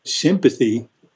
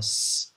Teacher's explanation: And the way that you produce that s sound is by bringing the mouth closed and bringing the teeth together, but not completely occluded, so that when the air comes through your teeth, it creates a high frequency turbulent sound. That noise energy is what we call a fricative, and it's from that very precise placement of the two teeth when we make that in sympathy.